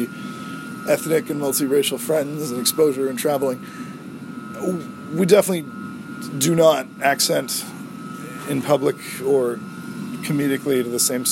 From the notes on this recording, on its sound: I'm getting mixed reviews on the background white-noises in my recording area, so I'll try a newer (more silent) room for the next taping.